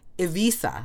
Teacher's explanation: And it's a V, not a B. And it's a softish S, not a th. And the E is not E, but it's also not I.